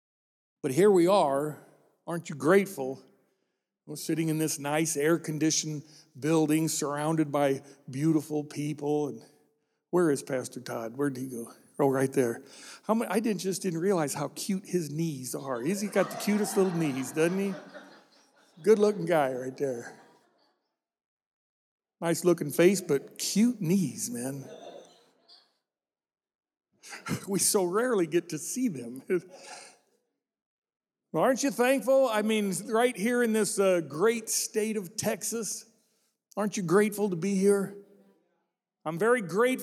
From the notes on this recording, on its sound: This message was recorded during our "Celebrate America" service.